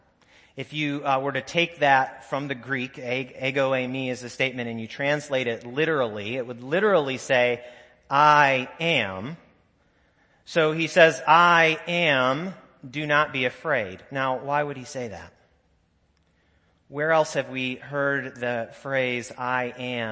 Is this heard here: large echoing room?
yes